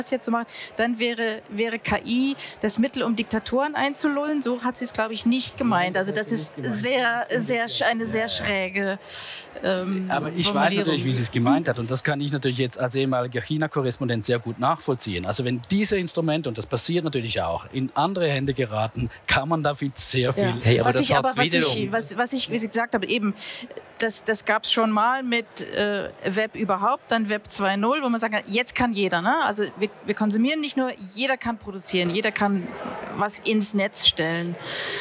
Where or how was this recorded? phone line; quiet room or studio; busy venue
busy venue